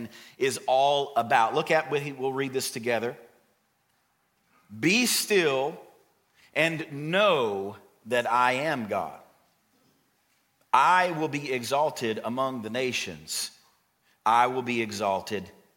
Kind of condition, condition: setting, large echoing room